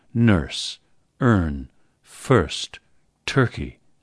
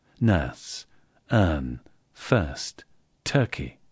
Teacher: he was now using American-style R coloration in the nurse set · Shown in: first take